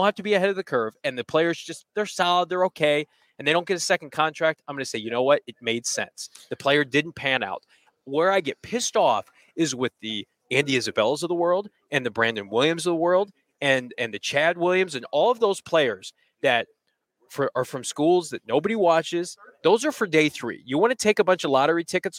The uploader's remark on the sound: live from the combine in Indianapolis